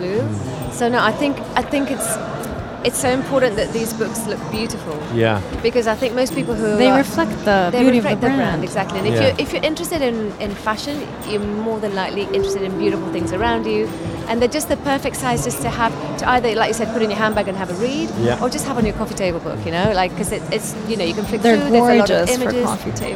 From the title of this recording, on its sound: Live From SIBF 2023